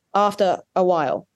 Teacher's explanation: that's a linking R actually, because there actually is an R in after